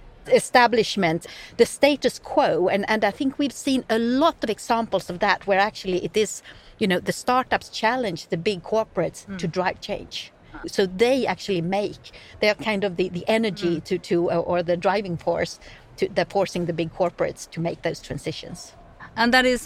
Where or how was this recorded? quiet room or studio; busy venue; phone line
busy venue